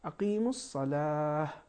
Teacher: تو اس میں وقف کی صورت میں ہم ہے کی آواز نکالیں گے، اقیم الصلاح، چاہے جو بھی حرکت ہو اس پر، چاہے تنوین نصب ہو چاہے جر. · Term: گول تے